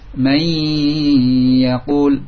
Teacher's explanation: nun sukun di depannya ya. Man yaqul, sehingga di gunnahkan. · Term: idgham naqis bi gunnah